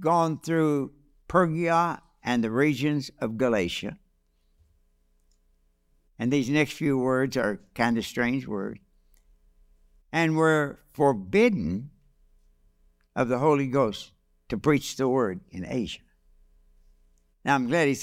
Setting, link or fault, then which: setting, large echoing room